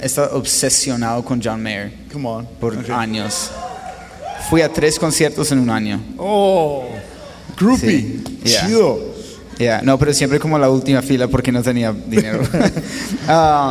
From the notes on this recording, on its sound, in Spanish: La cual grabamos en vivo durante la Conferencia de Un Corazón 2018 en Ciudad Juárez. Con la audiencia presente en el auditorio se generó una atmósfera totalmente distinta para la conversación.